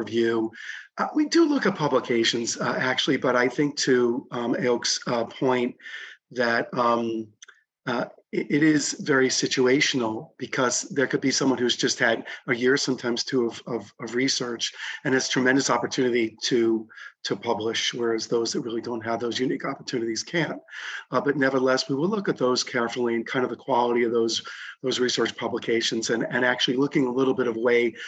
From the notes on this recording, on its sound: This episode of the DIGA podcast is a recording of the combined DIGA and Association of Professors of Dermatology Webinar held on August 25 of 2022